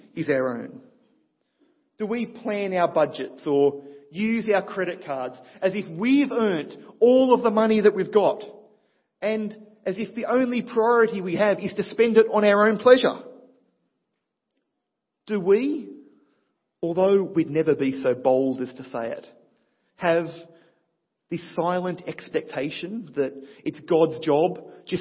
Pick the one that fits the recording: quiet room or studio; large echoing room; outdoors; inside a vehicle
large echoing room